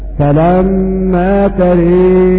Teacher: يعني بإمالة الهمزة والألف مع التثقيل